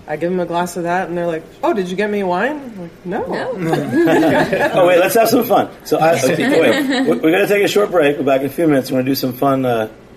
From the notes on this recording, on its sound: On location at the Lower East Side’s Wassail for a special Cider Week edition of Beer Sessions Radio.